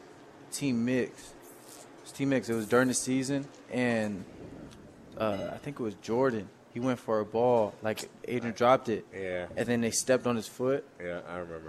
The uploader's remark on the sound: Live from Daq Shack!